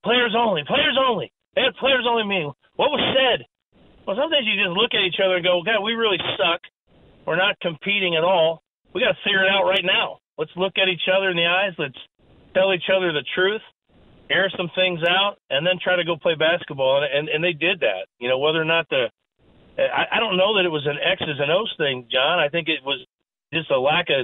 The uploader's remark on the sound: Turns to the phone line. Taking some calls from listeners.